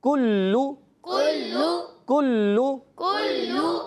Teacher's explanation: کاف موٹا نہیں کرنا، یہ باریک کاف ہے